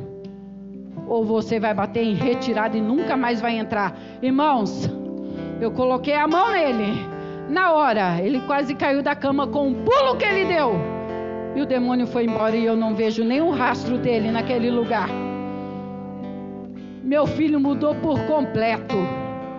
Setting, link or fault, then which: setting, large echoing room